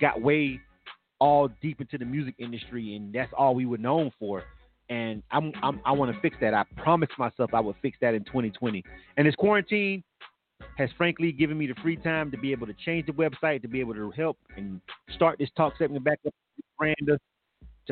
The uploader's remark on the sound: This live talk radio show features various subject matters, special guests and also live calls from our listening audience.